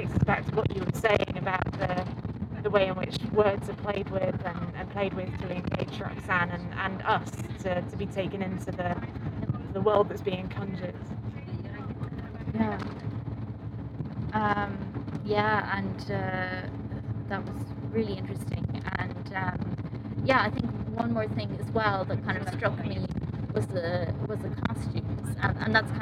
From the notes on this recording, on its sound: On location in London. It was recorded on board the Oxford Tube coach to capture the immediacy of response - we trust occasional sound distortion and background noise will not detract. Variation in sound quality comes from recording in public spaces or in transit.